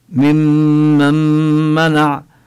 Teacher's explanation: ممن، لا نقول من، من منع، لا نظهر النون، إنما تدخل النون في الميم فنشدد الميم